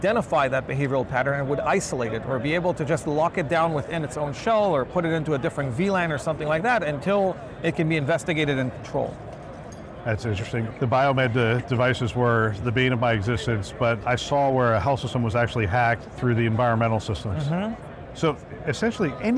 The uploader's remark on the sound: an Interview in Action live from HIMSS 2023